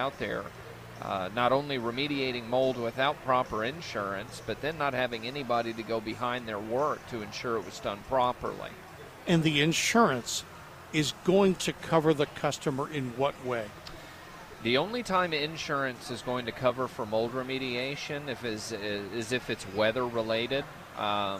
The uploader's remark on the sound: Live from the NC Pet Expo